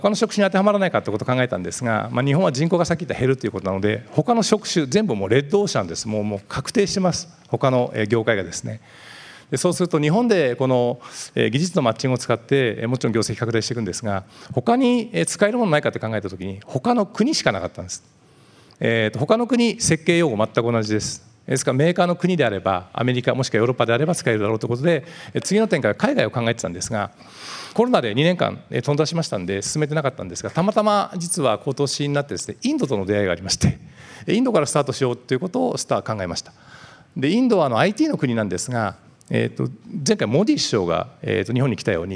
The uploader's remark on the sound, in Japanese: 2022年7月2日、東京・両国で行われた「ラジオNIKKEI 相場の福の神 注目企業ＩＲセミナー」から